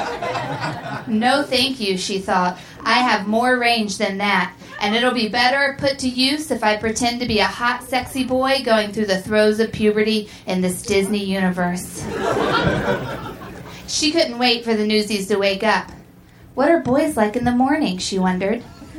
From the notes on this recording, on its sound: Recorded Live at Union Hall in Brooklyn.